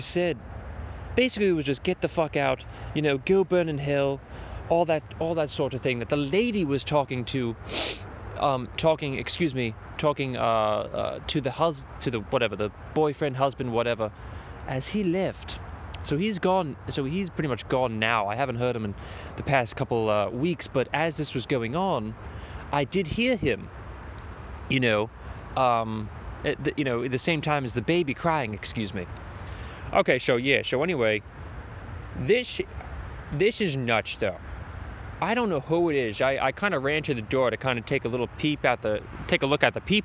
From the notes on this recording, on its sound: A podcast but outside (Near the Manhattan Bridge)